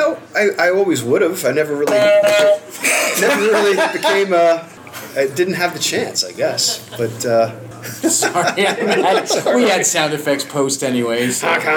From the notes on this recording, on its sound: Listen to a Live recording of the Last Comic Shop Podcast from the recent 3 Rivers Comic Con in Pittsburgh PA! Thanks to 3 Rivers Comic Con for setting this live show up!